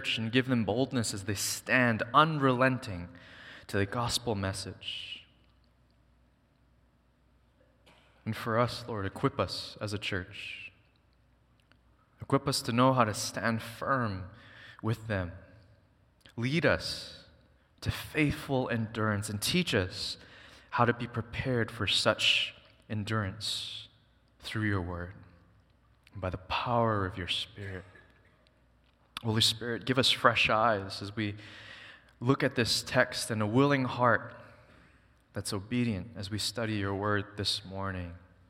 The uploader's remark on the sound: Recorded on September 3, 2023 at Waialae Baptist Church.